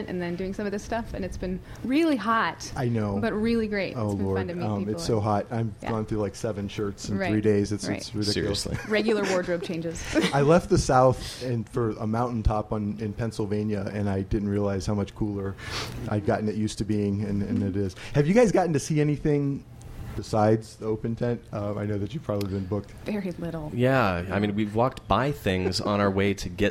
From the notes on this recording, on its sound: Stay tuned at the end for a surprise question from our studio audience! Yes a real live studio audience!